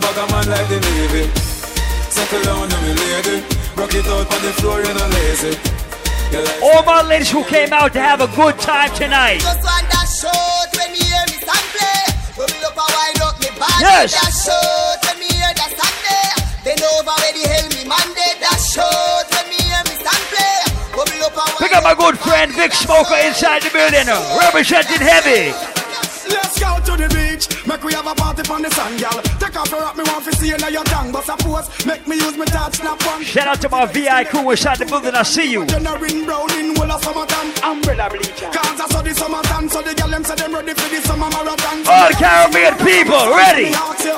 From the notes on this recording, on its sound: Live audio from Island Saturdays on Saturday, March 31.